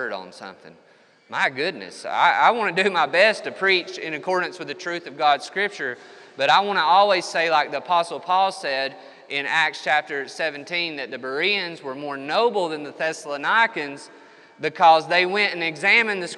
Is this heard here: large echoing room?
yes